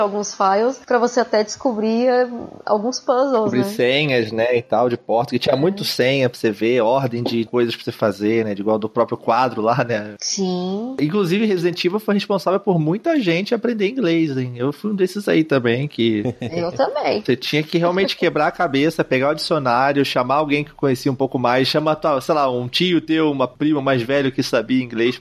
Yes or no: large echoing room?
no